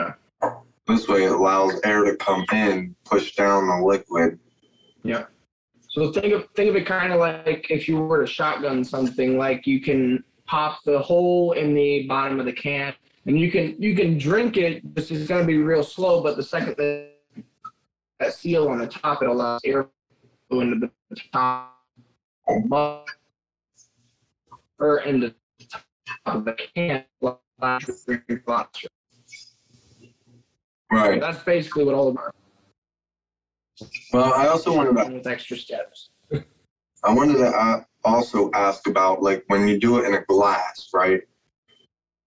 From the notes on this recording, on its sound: In this episode we had the pleasure to zoom call one of TikToks chugging stars. This episode had a little bit of audio issues.